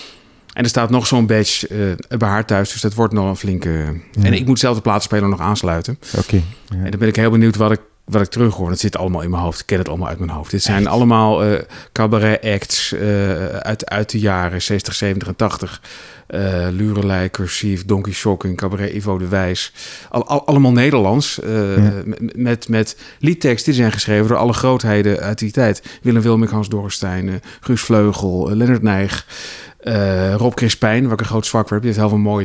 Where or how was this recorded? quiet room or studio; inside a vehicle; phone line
quiet room or studio